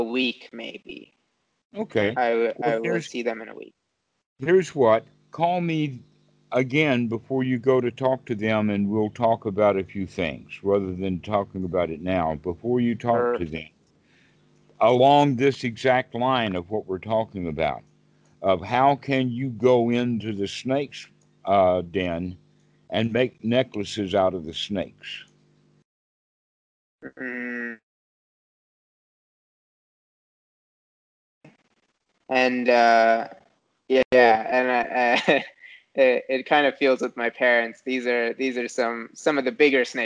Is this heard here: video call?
yes